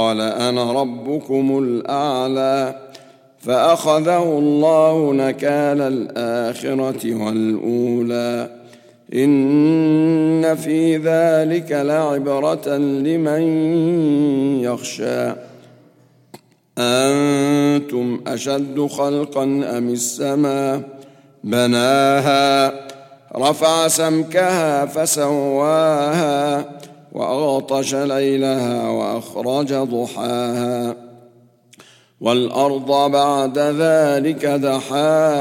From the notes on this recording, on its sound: At the Houghton Masjid (West Street).